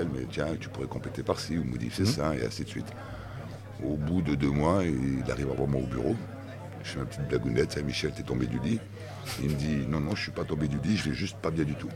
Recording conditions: busy venue